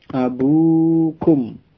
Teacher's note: Wawunya sukun ya, sehingga dibaca panjang abukum